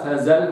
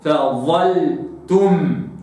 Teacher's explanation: فظلتم، مش فزل ولا كده، لابد أن يخرج اللسان وأفخمها · Shown in: second take · فأقول فظلتم. · Term: تفخيمها